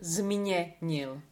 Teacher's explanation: there's two N's in that word, even though there's only one printed